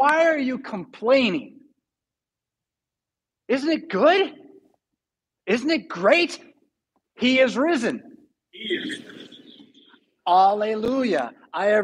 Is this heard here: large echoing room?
yes